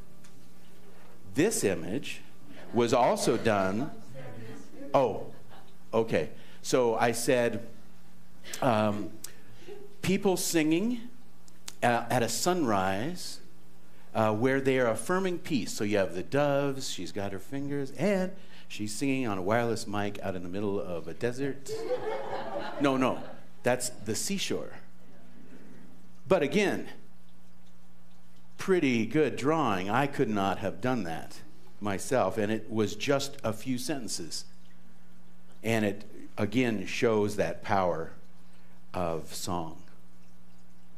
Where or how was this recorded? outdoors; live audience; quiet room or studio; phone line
live audience